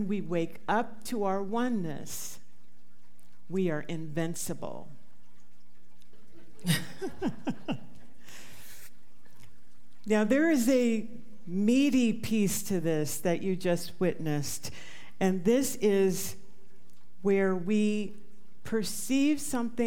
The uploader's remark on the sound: This talk was recorded live at the Center for Spiritual Living Prescott on March 5, 2023.